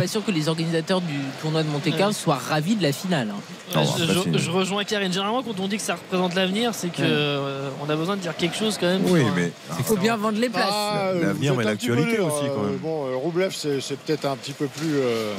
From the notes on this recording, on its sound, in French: en direct du Parc des Princes